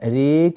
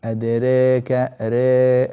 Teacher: ريك هذه إمالة، التقليل أقل من ذلك، أدريك ري، هذا هو التقليل الصحيح · Shown in: second take